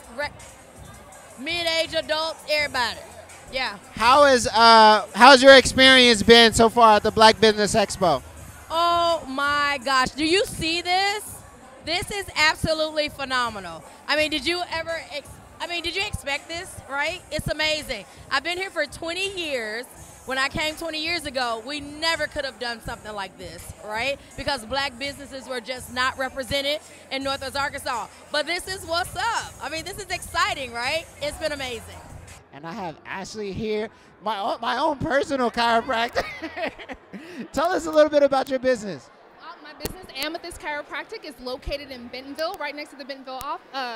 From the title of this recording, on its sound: Live at the Black-Owned Business Expo!